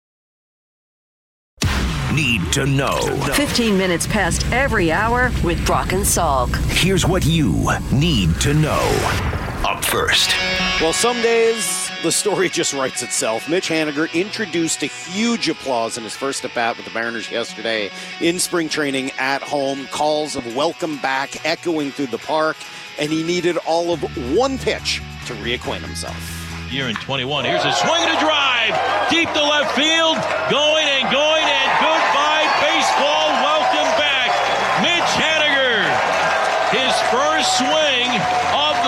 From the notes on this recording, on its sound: We're live from spring training!